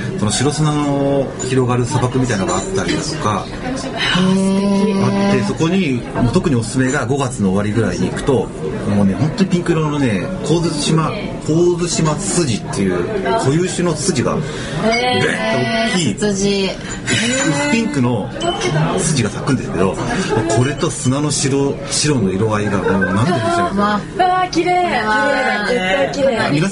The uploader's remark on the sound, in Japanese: 今回の収録は野外だった為、聞きづらいところが多々あ。